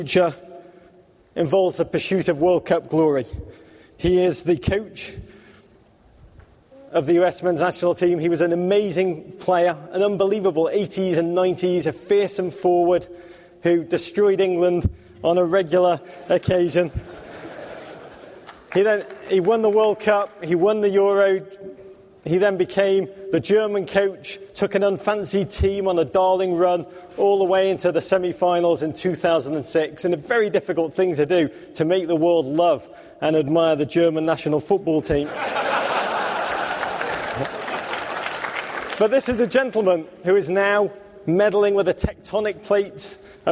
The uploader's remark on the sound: live onstage at SXSW Sports